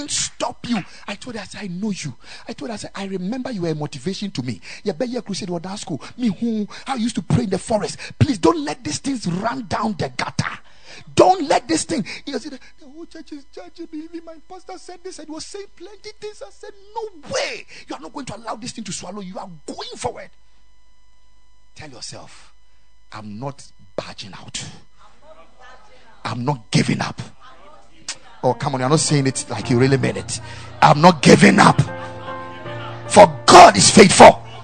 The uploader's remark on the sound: Preached at the Ekklesia Chapel.